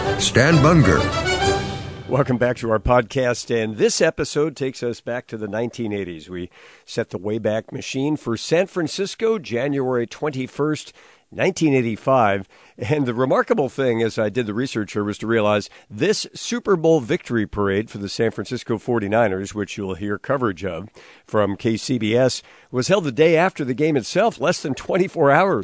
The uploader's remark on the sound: San Francisco 49ers Super Bowl XIX Victory Parade: Live Coverage January 21, 1985.